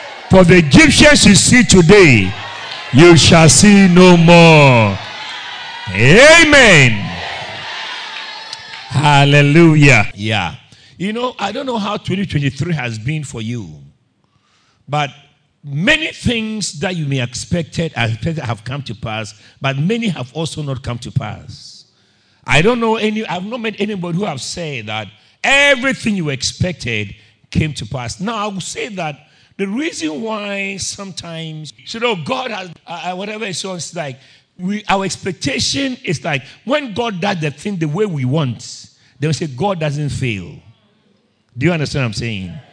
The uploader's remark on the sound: Preached at Christ Oilfields.